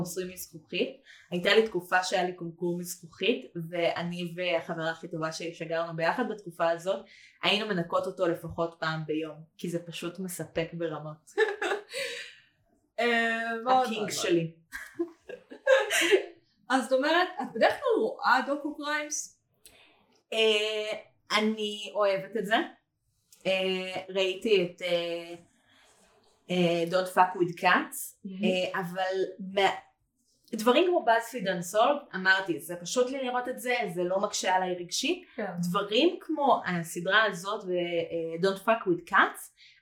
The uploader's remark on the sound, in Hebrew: הפרק הוקלט בתנאים לא מדהימים ולכן סובל מבעיות סאונד בהתאם